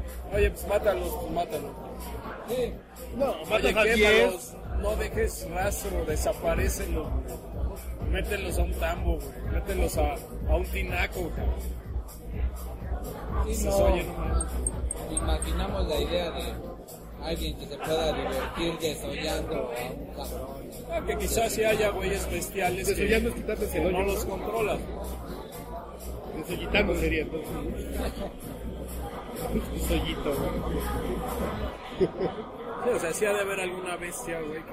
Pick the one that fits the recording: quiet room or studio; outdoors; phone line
outdoors